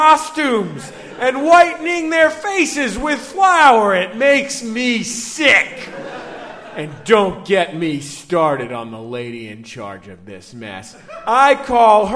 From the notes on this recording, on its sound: Live in London. Live from the London Podcast Festival in London.